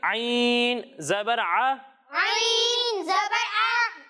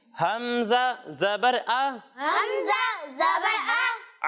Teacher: گے تو اسے حلق کے درمیانے حصے سے پڑھنا ہے اور جب ہم حمزہ کی ادائیگی کریں گے تو اسے حلق کے نچلے حصے سے پڑھنا ہے · Shown in: second take